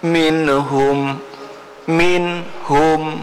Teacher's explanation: Izhar namanya kan, bersih betul-betul nunnya tuh. Jangan ada agak masuk ke sini terus sedikit, kayak ada mantul kecil lah, bahasa tawalud namanya itu.